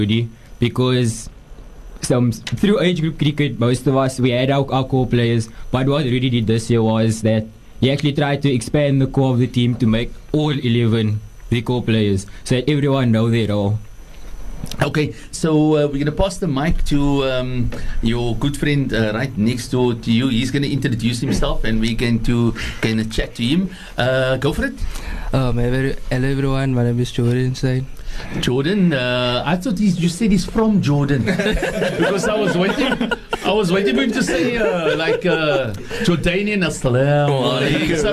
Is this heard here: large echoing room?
no